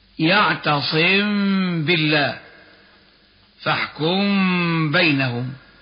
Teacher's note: الحال الاولى ان يقع بعدها حرف الباء، فحكمها حينئذ وجوه الاخفاء مع بقاء الغنة بمقدار حركتين، اي اخفاء الميم قبل الباء مع الغنة